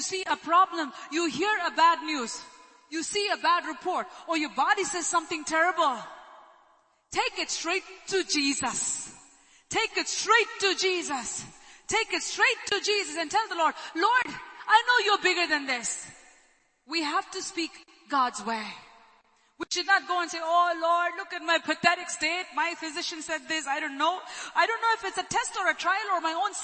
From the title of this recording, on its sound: Sunday Service (Live Streaming Audio)